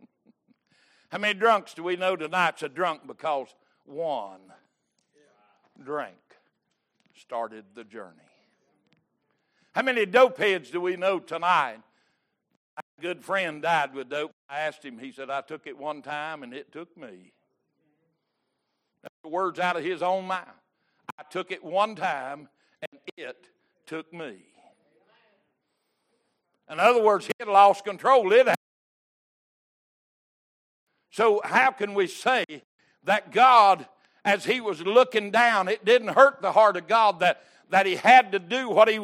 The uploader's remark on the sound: Wednesday Evening Service